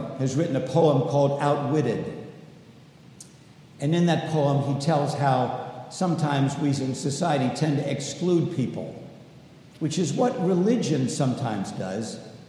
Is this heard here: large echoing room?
yes